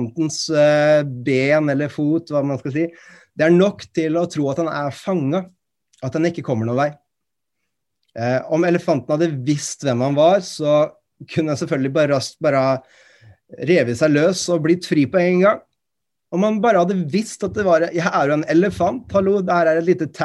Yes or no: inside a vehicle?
no